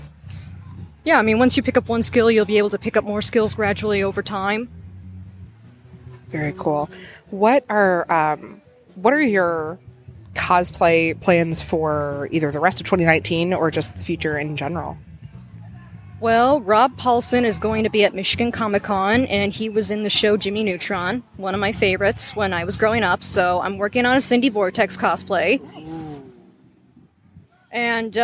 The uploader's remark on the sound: Live at Cosplay Beach Party